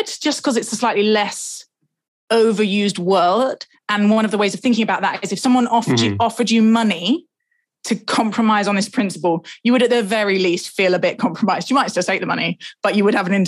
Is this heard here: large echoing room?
no